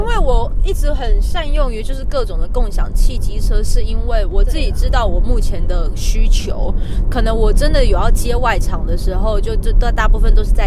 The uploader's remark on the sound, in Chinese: 我們遊車河，嘗試在車內裝錄音設備，在全程都有繫上安全帶並且安全駕駛的前提之下邊開車邊喇Ｄ賽。我想要驗證「移動錄音」的可能性。充滿車內環境音的啾團。